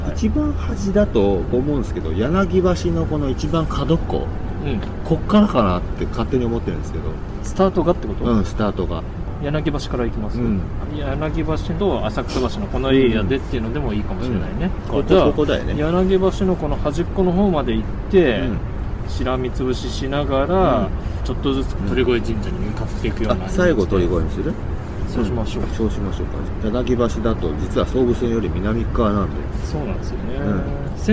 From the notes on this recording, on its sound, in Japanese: 台東区の南（神田川）東（隅田川）の端、柳橋からスタート！屋外ロケのためお聞き苦しいところがございますがご勘弁ください。